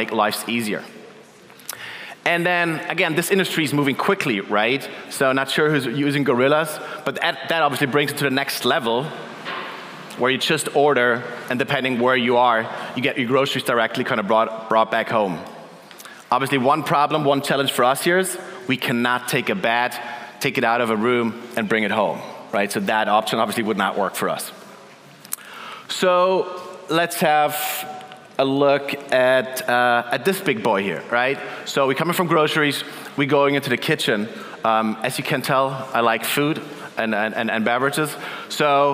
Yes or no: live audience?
yes